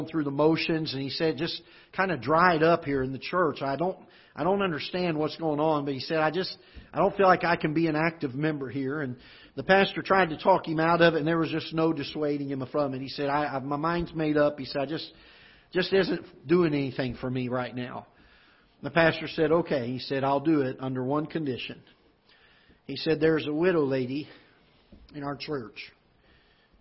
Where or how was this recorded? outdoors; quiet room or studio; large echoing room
large echoing room